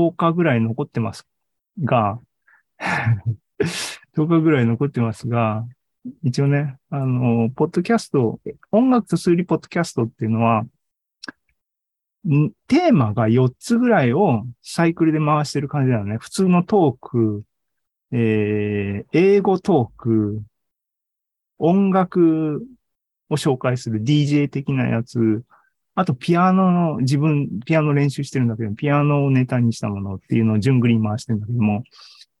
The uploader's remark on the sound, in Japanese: ZOOMライブの模様です。